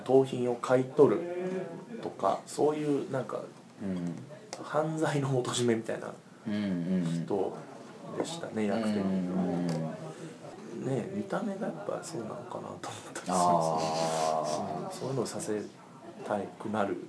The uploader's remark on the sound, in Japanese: 忘年会がてら、京都・一乗寺の居酒屋「わや」にて収録。